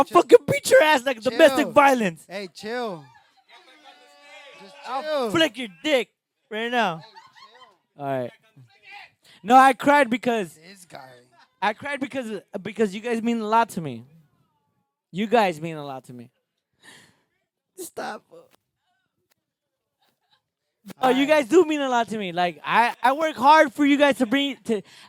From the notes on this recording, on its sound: A wild ass crowd. The boys do current events with the crowd, we take suggestion topics from the crowd, an audience member gets stage time, we had a "stage dive" at a point.